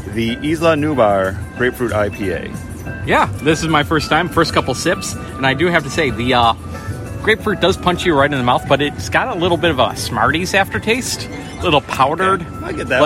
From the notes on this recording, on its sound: Universal Studios Orlando and Universal's Islands of Adventure. Recorded live in the park.